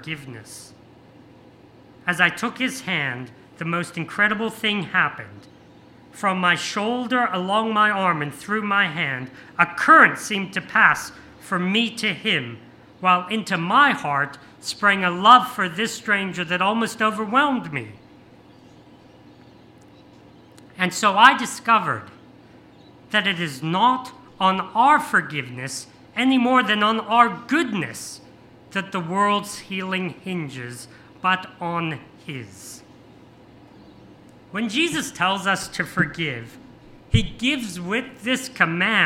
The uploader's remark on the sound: This sermon was preached on 28th May 2023 at all services of Helensburgh and Stanwell Park Anglican Church.